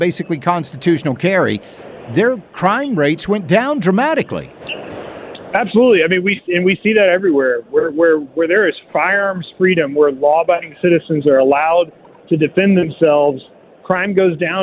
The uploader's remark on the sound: Live From The Shot Show In Las Vegas